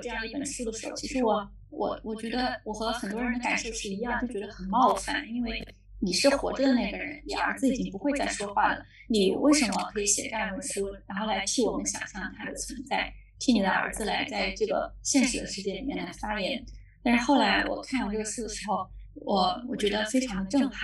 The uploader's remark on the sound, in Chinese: 由于录制原因，此次音频质量不佳，下次会做得更好，请见谅。